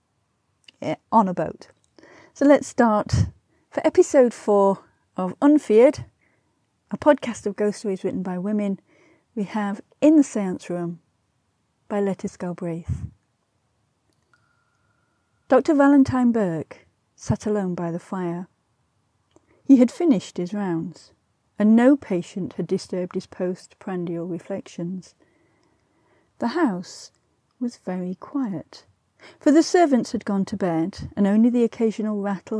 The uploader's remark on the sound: An iPhone and a microphone in hand. This episode was recorded on a canal boat by the Grand Union Canal, England.